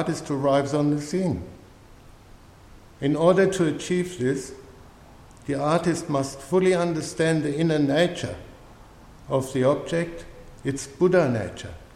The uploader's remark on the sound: A talk delivered at St Paul's dojo in Beaconsfield.